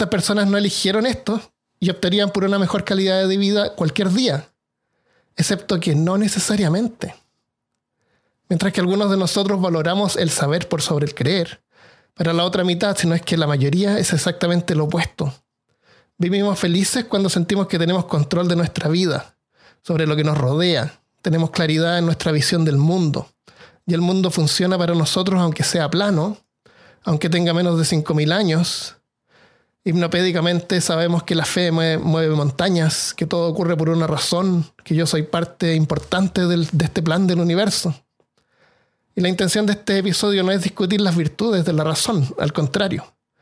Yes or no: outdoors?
no